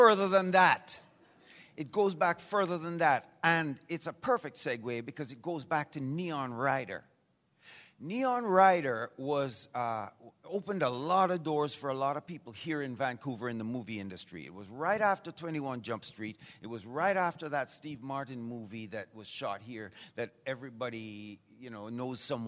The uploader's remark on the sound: Please note, as this was a LIVE, on-site event, this episode is not optimized for an audio podcast. LIVE on stage at Gatecon!